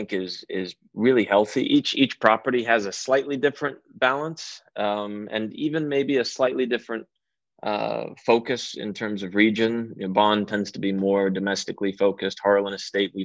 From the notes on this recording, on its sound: quick Zoom call